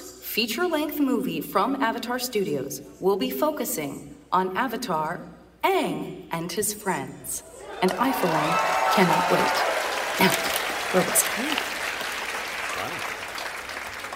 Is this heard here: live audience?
yes